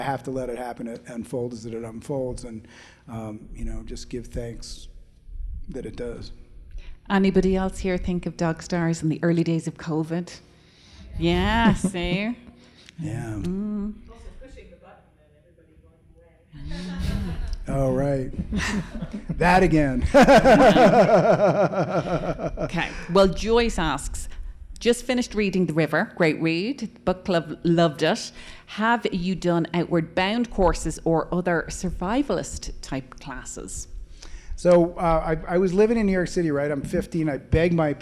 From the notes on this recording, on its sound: Answers questions from the audience at the Boulder Bookstore on August 17.